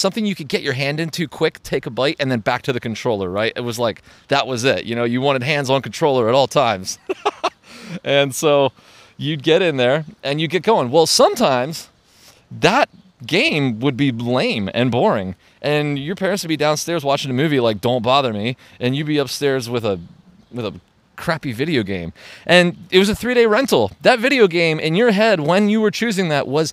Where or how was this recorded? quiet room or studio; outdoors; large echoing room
outdoors